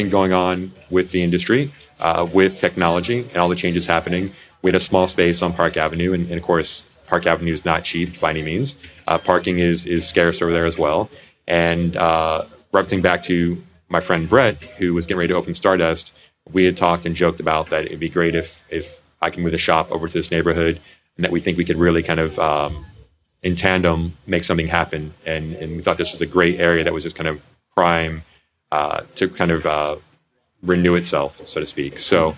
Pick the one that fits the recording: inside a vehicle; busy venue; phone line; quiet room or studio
busy venue